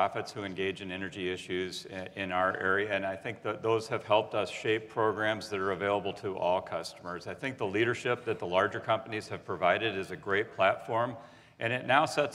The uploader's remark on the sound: The best of live interviews from GreenBiz events.